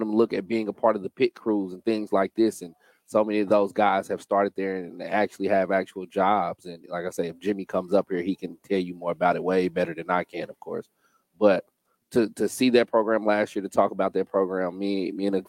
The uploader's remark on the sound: LIVE AT THE 107TH RUNNING OF THE INDY 500. We broadcast live from the 107th running of the Indianapolis 500.